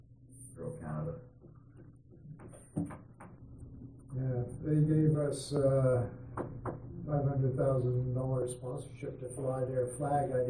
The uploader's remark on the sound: Regular Council Meeting. Audio recording of the November 14, 2016 Regular Meeting of Peace River's Town Council.